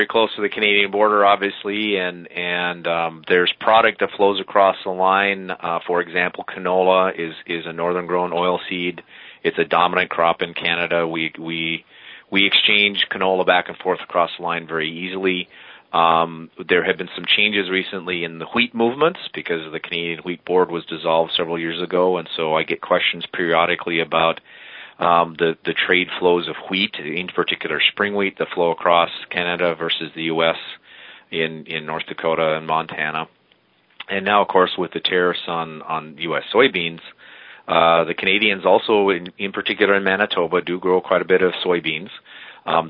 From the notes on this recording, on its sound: we got on the phone